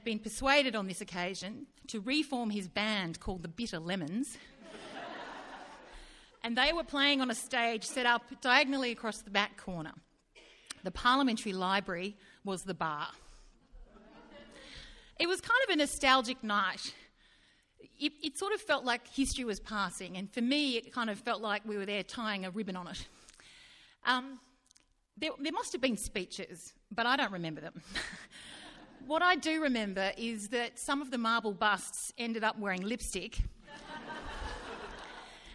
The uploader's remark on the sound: Recorded live at Belconnen Arts Centre, Canberra on May 23 2013.